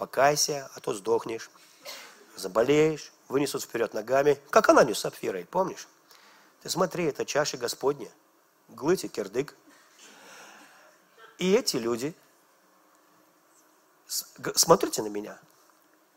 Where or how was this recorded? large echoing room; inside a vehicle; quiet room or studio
large echoing room